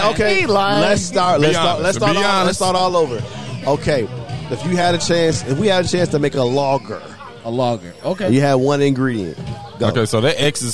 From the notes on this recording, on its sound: We are coming to you live from "The Groove" here in Nashville, TN. We interviewed several people and tried many beers at the bottle share.